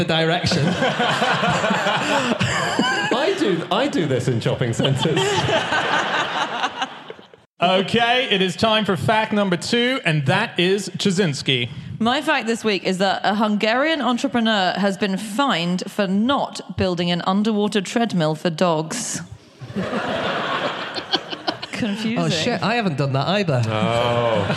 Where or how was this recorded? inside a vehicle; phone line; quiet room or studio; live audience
live audience